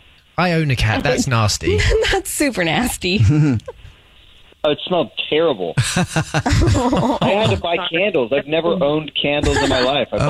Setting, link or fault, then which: link, phone line